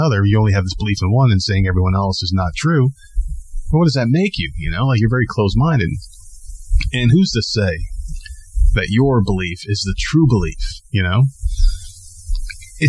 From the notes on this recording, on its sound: Today the nerds go live on podbean! Take a few calls live on the air. The quality was a little off, as podbean live is still an in progress, yet cool concept.